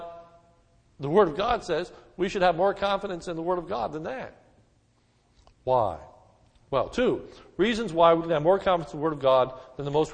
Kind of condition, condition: setting, large echoing room